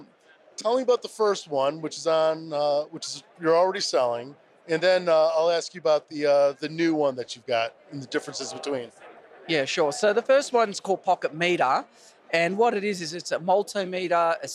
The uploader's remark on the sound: This is a special edition of our podcast, with reporting live from the Consumer Electronics Show in fabulous Las Vegas!